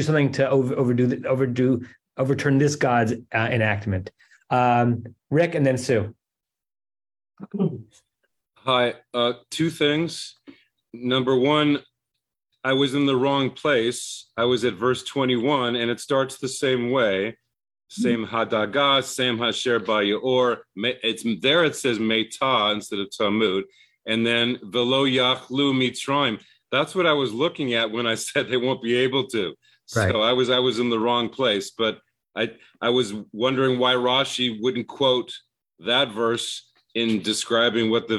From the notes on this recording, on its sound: At Temple Beth Am, Los Angeles.